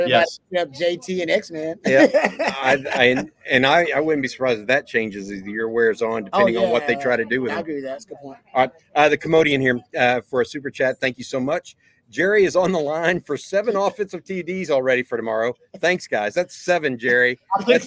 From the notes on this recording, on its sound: LIVE from The Co-Op